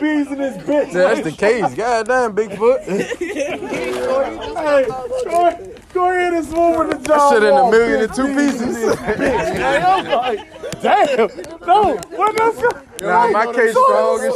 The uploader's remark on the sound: The Boncast (Live Episode). A Very Special Live (And Spontaneous) Episode Recorded On Location At One The Legendary Bonfires.